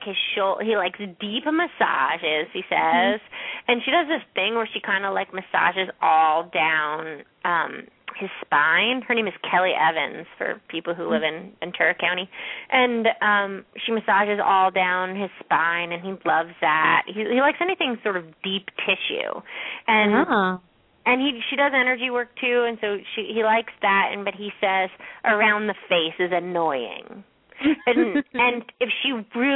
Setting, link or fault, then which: link, phone line